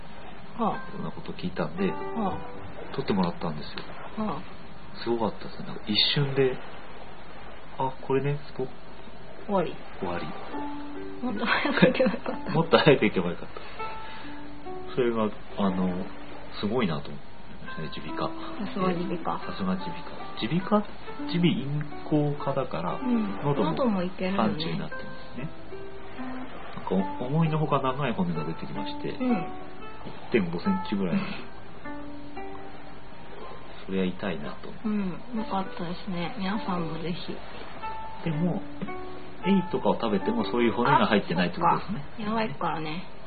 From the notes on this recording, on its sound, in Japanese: しかし2周目は波のBGMが雑音になっちゃって聞きにくいですね。